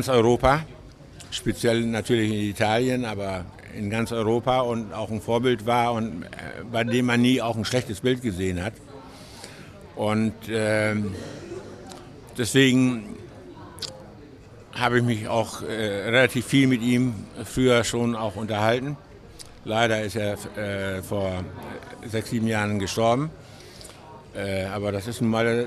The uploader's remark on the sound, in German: Der Podcast wurde im Zuge des CHIOs in Aachen im Juni 2023 aufgenommen.